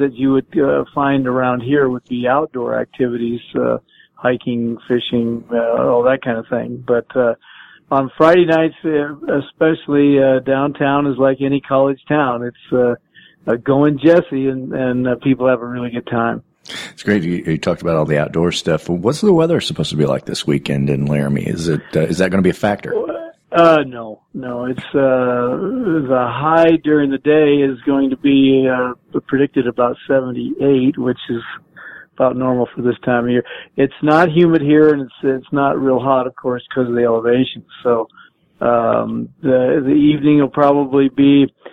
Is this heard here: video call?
no